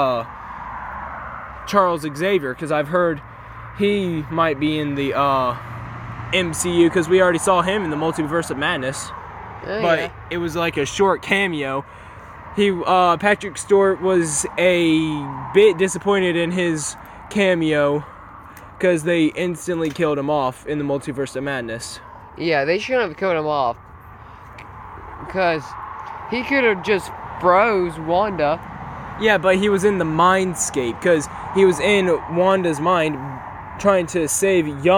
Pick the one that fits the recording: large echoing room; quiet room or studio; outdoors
outdoors